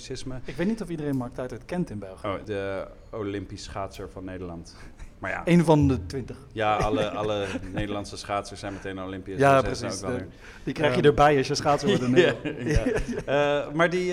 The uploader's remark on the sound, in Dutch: DPOS x Stoicon X Gent . Deel 1 (live vanuit het Geuzenhuis Gent).